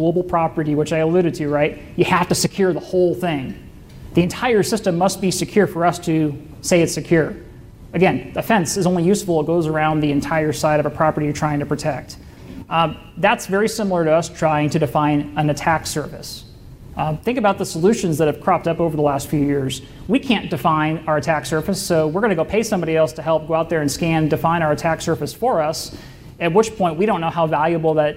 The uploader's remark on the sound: keynote presentation from the FutureCon CyberSecurity Omaha Conference